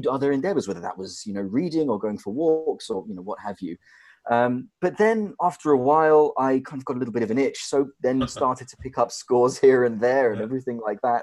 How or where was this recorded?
video call